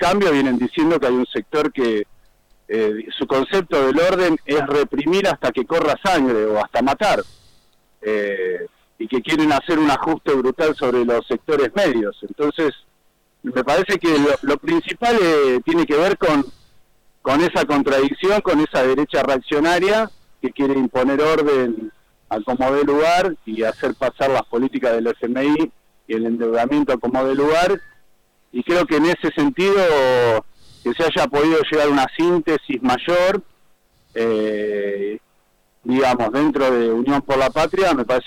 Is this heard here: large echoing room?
no